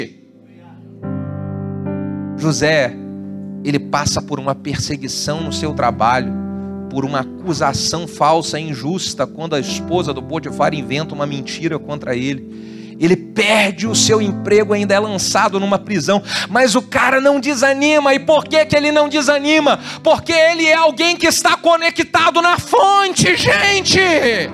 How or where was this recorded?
large echoing room